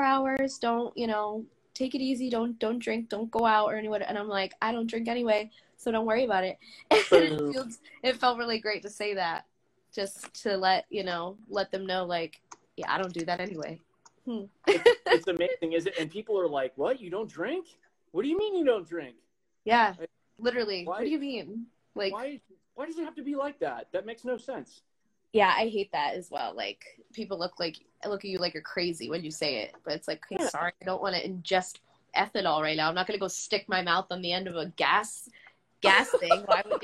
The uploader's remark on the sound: LIVE: "Talk Sober to Me" (IG Pop-up Pod). On a whim I hopped on IG Live. We took questions in the chat.